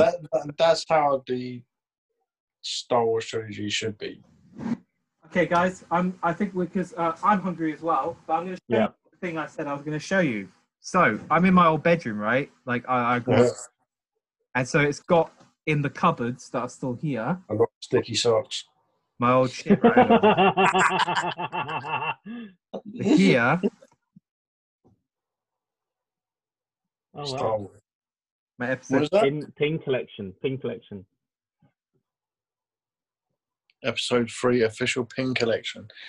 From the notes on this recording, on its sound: jump onto Zoom for a long overdue catchup